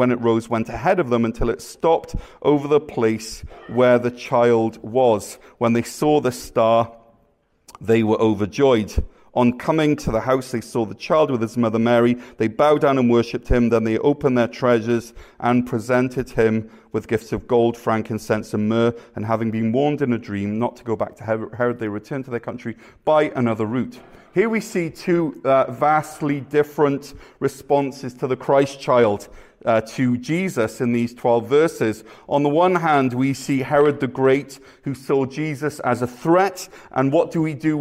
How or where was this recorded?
live audience